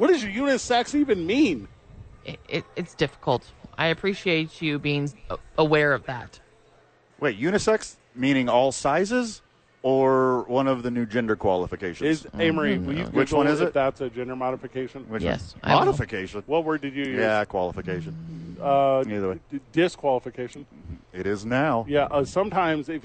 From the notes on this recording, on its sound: live from Isotopes Park.